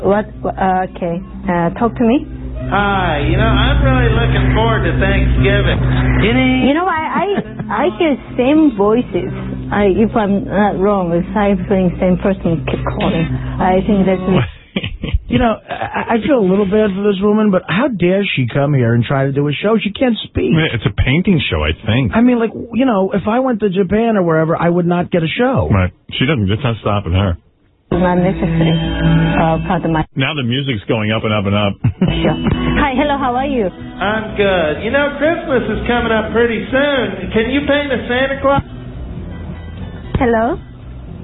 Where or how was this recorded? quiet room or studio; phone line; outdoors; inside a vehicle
phone line